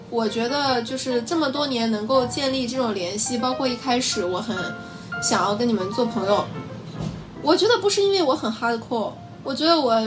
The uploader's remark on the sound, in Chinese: 有些杂音 有些口癖。有些信号干扰 有些手忙脚乱。